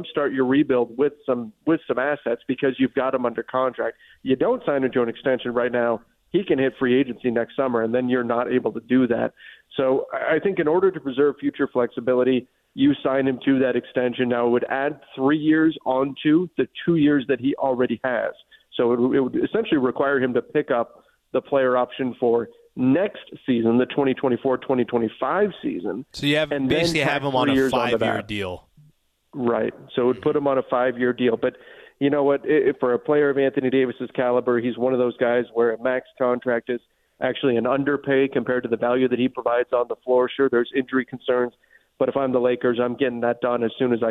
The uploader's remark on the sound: called